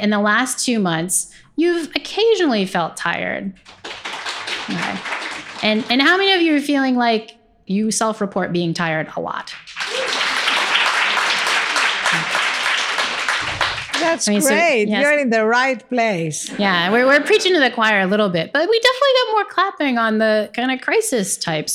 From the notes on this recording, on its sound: Recorded in front of a live audience at The Wing in New York's SoHo.